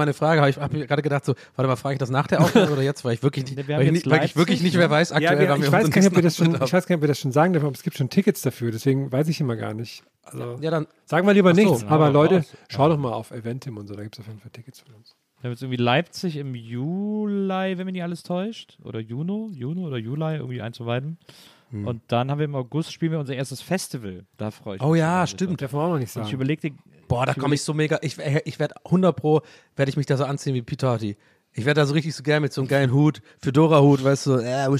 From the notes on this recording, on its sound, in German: Herzlich Willkommen auf der Main Stage vom Menschion Festival.